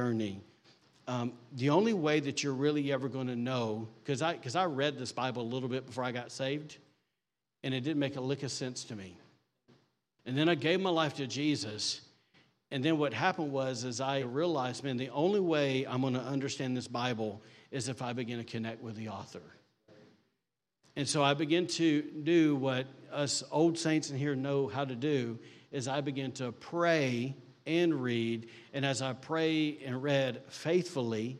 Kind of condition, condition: setting, large echoing room